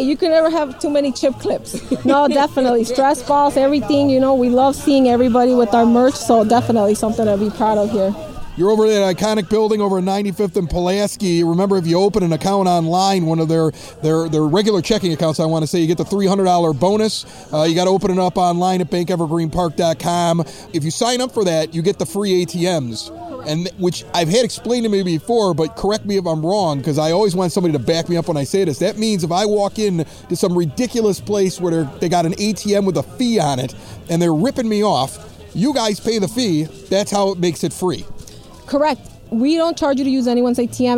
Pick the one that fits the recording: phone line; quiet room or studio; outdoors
outdoors